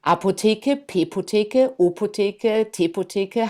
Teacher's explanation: Da sind plosive Laute drin, also die mit den Lippen geformt werden, nämlich das P.